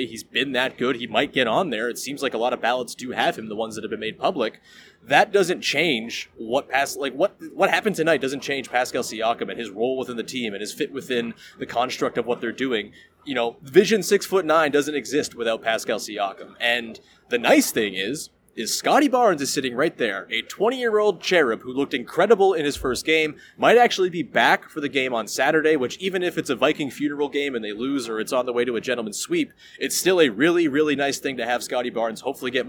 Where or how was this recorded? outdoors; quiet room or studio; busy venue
busy venue